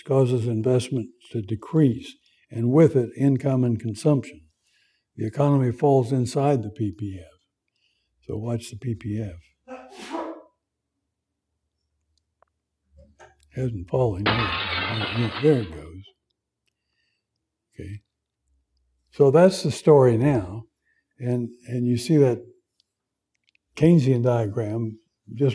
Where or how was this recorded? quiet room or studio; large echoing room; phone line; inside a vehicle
large echoing room